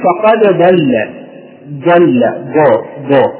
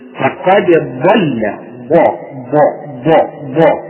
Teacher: هذه خطأ، هذه ليست ضادا وإنما دال مفخمة · Shown in: first take